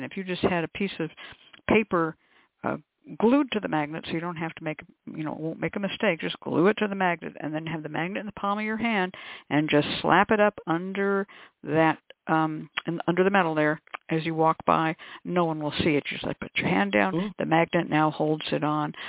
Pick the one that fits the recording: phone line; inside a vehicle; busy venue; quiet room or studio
phone line